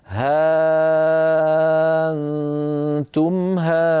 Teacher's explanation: لاحظنا أيها الإخوة أن قالت ها أنتم، هكذا يقرأها ورش بإبدال الهمزة ألفا، يعني ها ألف نون تاء ميم، وبالتالي النون الساكنة التي بعد الألف تجعل هنا في الألف تجعل مدا لازما كلميا مخففا، هكذا هأنتم هؤلاء، لأن المنفصل والمتصل عند ورش بمقدار 6 حركات، وكذلك اللازم 6 حركات، فكلها مدود متساوية.